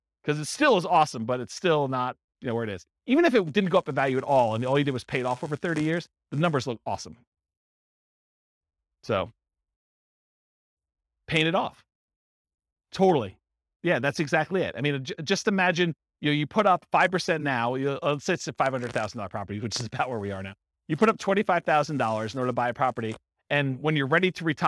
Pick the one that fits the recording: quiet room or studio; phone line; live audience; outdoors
live audience